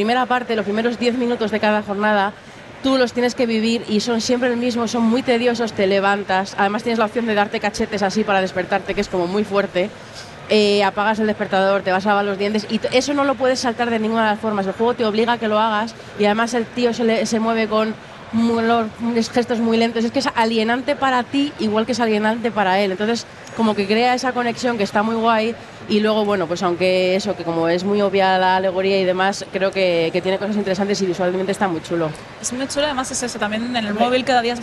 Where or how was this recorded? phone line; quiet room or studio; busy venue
busy venue